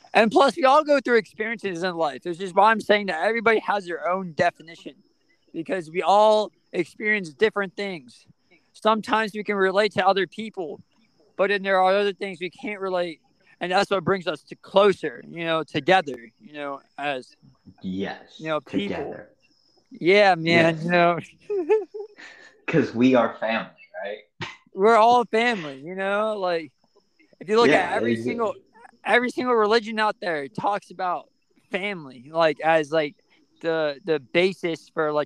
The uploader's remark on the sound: he was recording outside